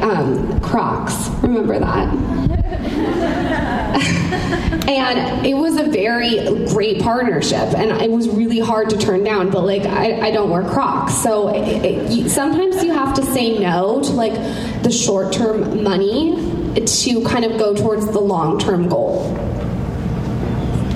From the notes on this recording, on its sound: They showcase their speech at The Collective Conference, that was hosted at the Trunk Club offices in Los Angeles.